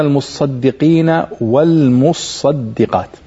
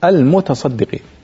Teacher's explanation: لكن التاء والصاد أدغمتا في بعضهما لقرب مخرجهما · Shown in: first take · Term: الإدغام